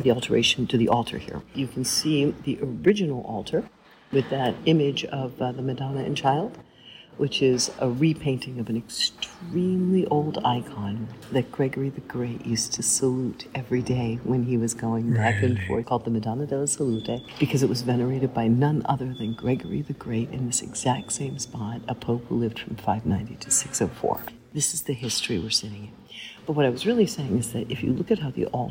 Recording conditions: background noise